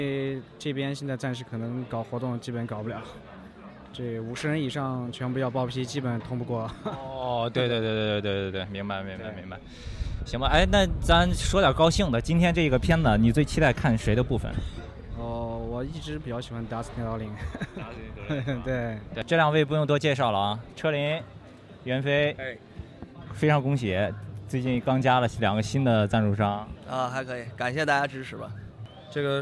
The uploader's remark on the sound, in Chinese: Vans Propeller 上海首映现场采访。KickerLive 现场视频采访。